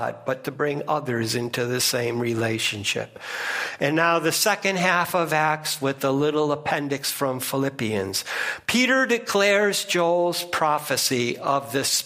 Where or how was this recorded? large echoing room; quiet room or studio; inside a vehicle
large echoing room